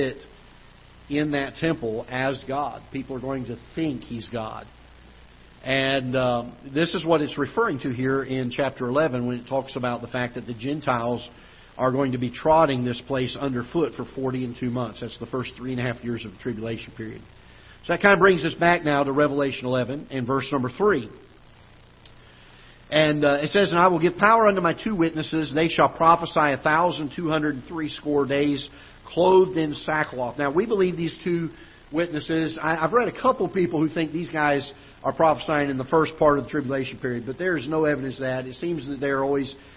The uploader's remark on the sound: Ketha Heights Baptist Church ~ Live Broadcast